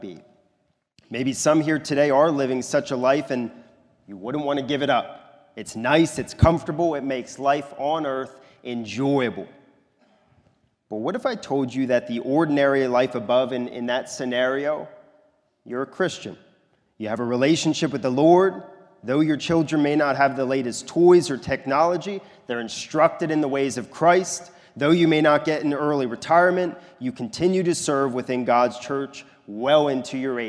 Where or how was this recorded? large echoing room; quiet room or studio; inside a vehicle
large echoing room